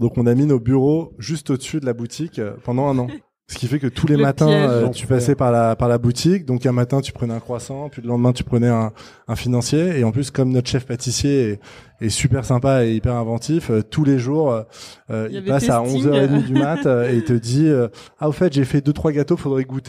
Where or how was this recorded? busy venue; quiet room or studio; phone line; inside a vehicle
busy venue